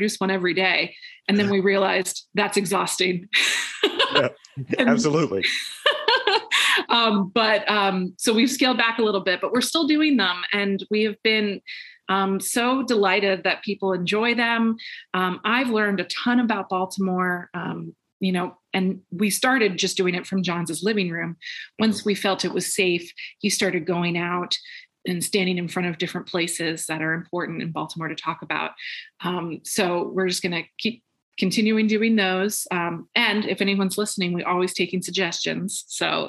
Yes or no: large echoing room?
no